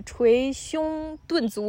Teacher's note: 因为胸是后鼻音嘛，顿又是前鼻音，它就很不好说